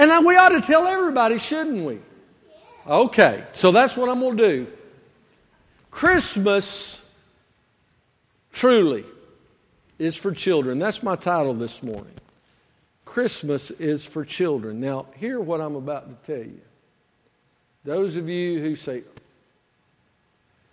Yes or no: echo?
no